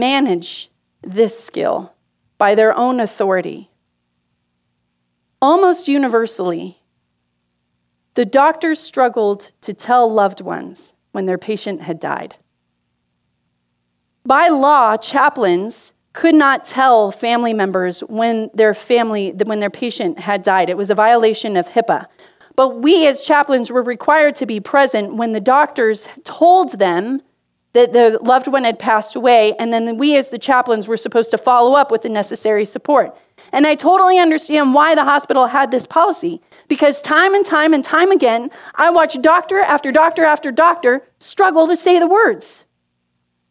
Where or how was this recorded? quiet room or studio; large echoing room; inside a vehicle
large echoing room